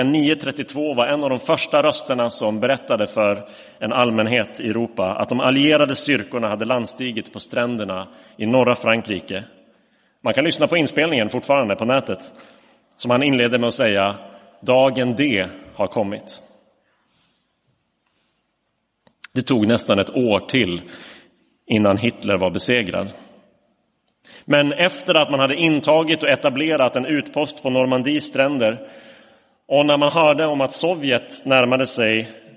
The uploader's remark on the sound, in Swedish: Inspelad i Roseniuskyrkan den 4 december 2022